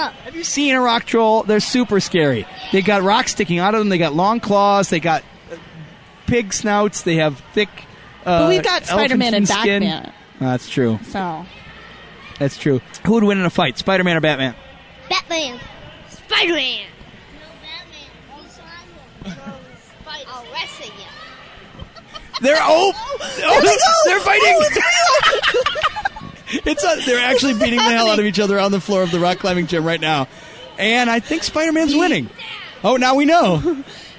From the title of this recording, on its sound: Live from First Ascent Chicago